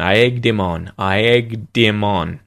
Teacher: the M at the end of him went to the front of on